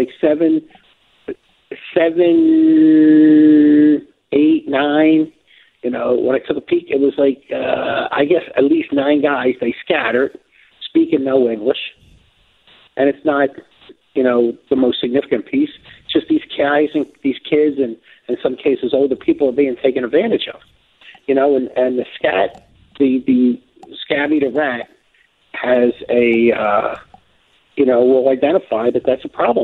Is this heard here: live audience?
no